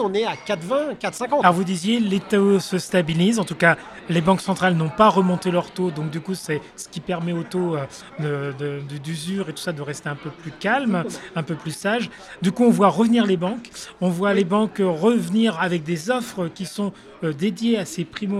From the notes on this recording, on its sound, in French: Cet épisode a été enregistré en live lors de Immo, le congrès de la FNAIM 2023.